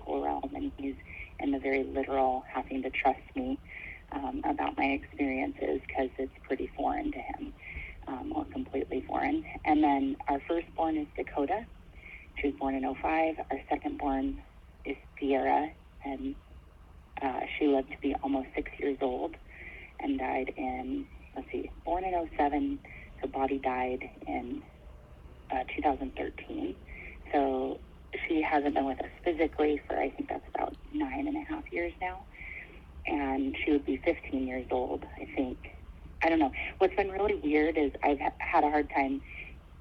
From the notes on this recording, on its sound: This episode is Audio only, recorded over the phone as preferred by my guest. There is no video to watch and the sound quality is a bit lower than my usual.